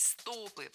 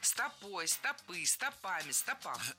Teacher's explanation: А еще не рекомендуется говорить «стопы», потому что правильно – «стопы». Это слово всегда имеет ударение на окончании во всех формах. · Shown in: second take